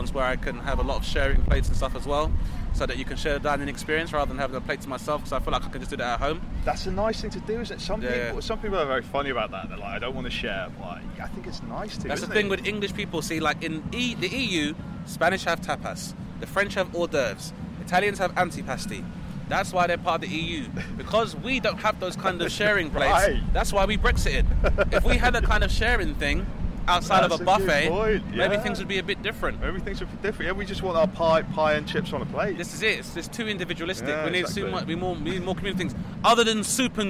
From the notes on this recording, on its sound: Please bear with the ambient noise people, it's festival time!